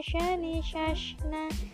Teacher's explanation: sifat huruf sya berdasarkan keluarnya nafas termasuk ke dalam hamas berdasarkan keluarnya suara termasuk ke dalam rakhwah berdasarkan terangkat tidaknya pangkal lidah termasuk ke dalam istifah berdasarkan lengket